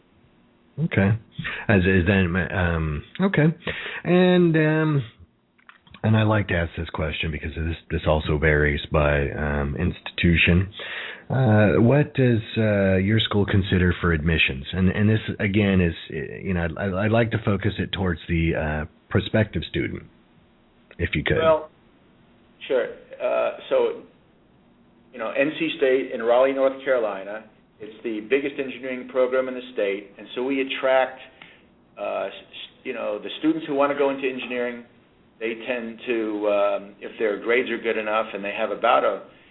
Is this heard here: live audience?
no